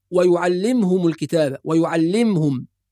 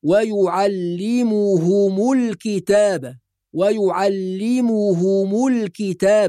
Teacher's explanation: أيضا في قوله سبحانه وتعالى ويعلمهم الكتاب والحكمة، بعض الناس يقرأ ويعلمهم الكتاب ويعلمهم، يسكن الميم وده خطأ، فالميم مضمومة والهاء بعدها مضمومة والميم بعدها مضمومة · Shown in: second take · Term: ثلاث ضمات